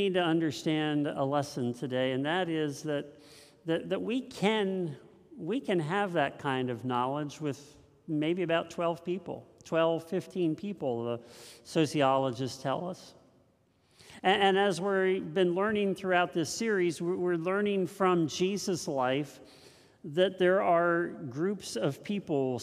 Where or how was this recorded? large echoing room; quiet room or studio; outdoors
large echoing room